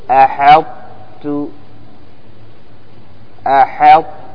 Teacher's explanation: وتضغم إضغاما ناقصا، وذلك بإبقاء صفة التضخيم في الطاء، لأن الطاء قوية، لأن الطاء قوية والتاء ضعيفة.